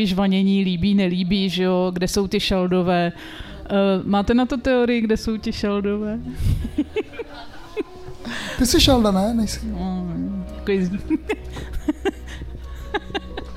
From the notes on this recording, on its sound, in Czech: Na pódiu ve festivalovém stanu